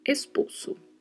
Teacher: estamos acostumados no português a pronunciar o S entre duas vogais com som de Z. E isto não acontece aqui no espanhol